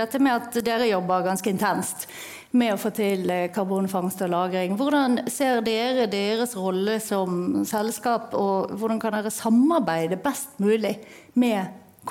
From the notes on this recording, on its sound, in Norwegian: Live fra toppledermøtet 2023. Nå kan du høre hele panelsamtalen fra møtet i denne første liveinnspillingen av Operasjon Nullutslipp.